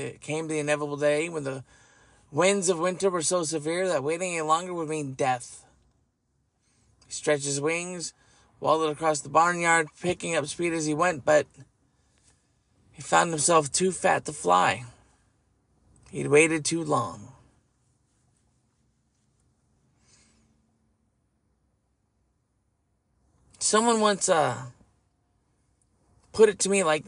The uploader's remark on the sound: I am going to do it from the car.